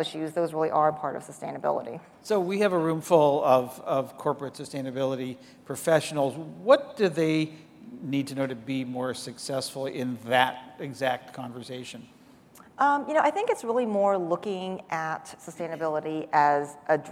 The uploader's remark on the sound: The best of live interviews from GreenBiz events.